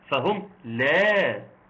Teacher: انا بحاول ان انا اعمل نبر كده اوضح فيه النفي